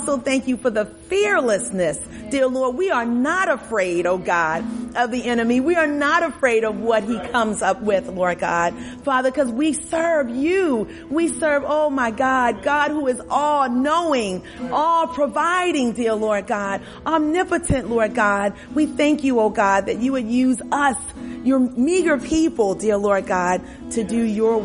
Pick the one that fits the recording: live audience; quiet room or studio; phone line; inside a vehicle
live audience